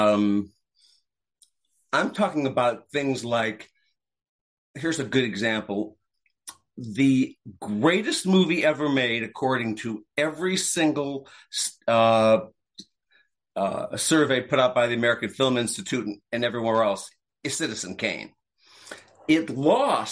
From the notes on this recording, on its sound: When a couple of Hollywood awards veterans (read: Medicare recipients) get together to slug it out on Zoom.